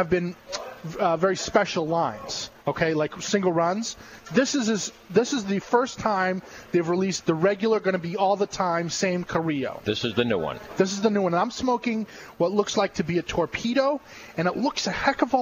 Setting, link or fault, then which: setting, busy venue